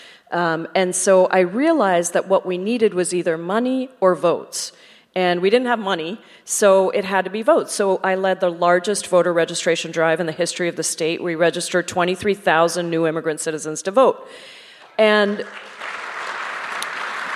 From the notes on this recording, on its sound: Presented by Town Hall Seattle . Recorded live in The Great Hall.